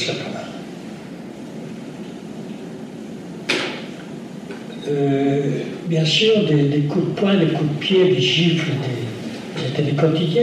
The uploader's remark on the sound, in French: lors de cette conférence